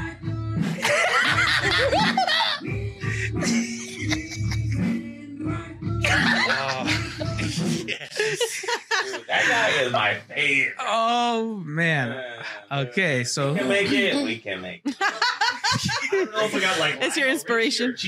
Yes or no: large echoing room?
no